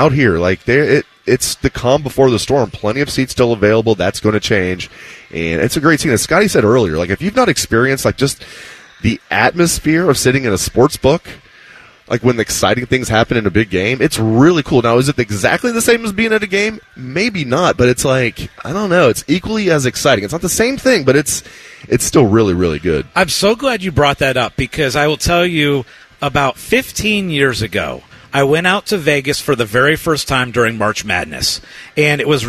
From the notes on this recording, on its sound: live from Hollywood Casino